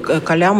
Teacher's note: это «л», оно в восточных языках палатализуется, то есть смягчается